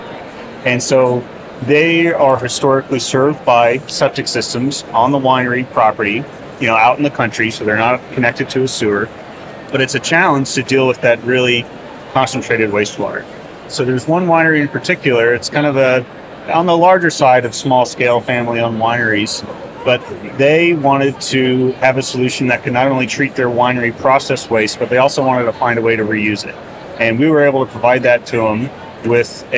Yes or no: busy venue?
yes